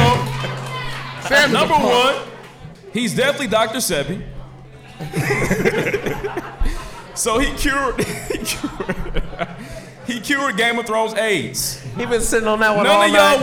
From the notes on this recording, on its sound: LIVE from the Meridian Park Event Center in Indianapolis, Indiana